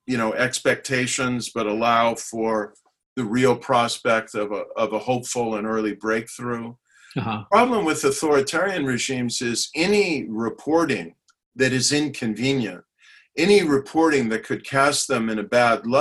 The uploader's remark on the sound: Hoover Virtual Policy Briefing